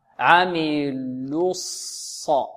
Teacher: واللام أدغمت في ماذا؟ في الصاد، لأنها لام ماذا؟ شمسية، لام شمسية